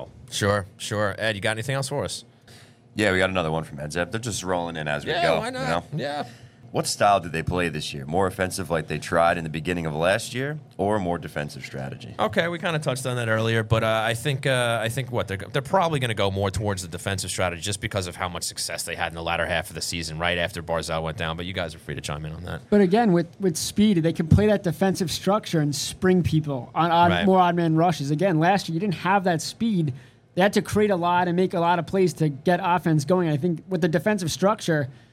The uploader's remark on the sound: took the show on the road to Blue Line Deli & Bagels in Huntington